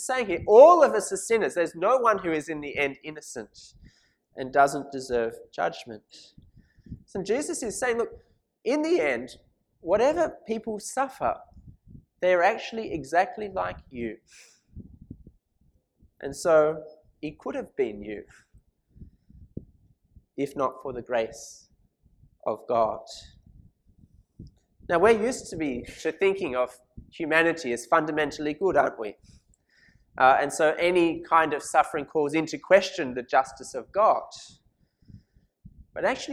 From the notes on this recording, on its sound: This sermon was preached at St Mary's Cathedral, KL on 12th November 2017.